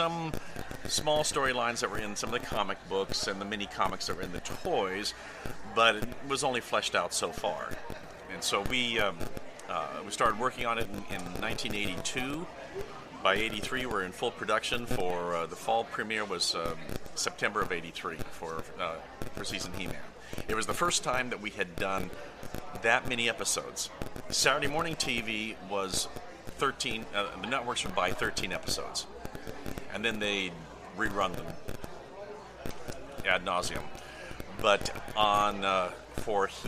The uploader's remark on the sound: live at the National Corvette Museum Comic & Toy Show in Bowling Green, KY